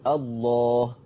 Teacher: لم لفظ الجلالة لو انت بدأت بها تقول الله هتفخمه